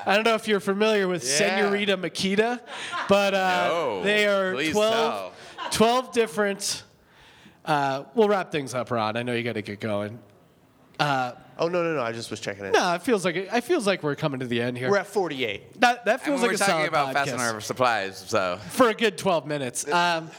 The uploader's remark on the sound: Another Life Podcast Live From The Big Pine Comedy Festival. Live from The Big Pine Comedy Festival in Flagstaff, AZ.